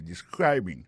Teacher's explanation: Accent tombe sou deuxième syllabe la.